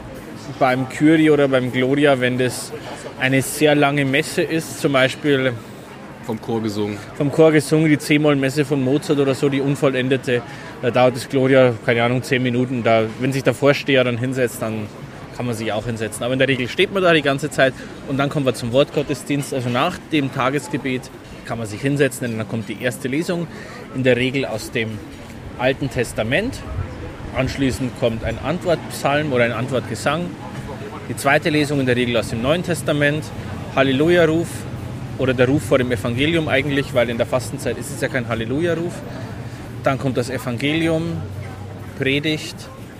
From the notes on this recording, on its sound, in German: in einem Biergarten (Wir haben versucht, das Maximum an Ton rauszuholen, was ging - sorry, not sorry!